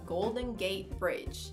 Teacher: gate não tem mais o som do T, fica Golden Gate Bridge.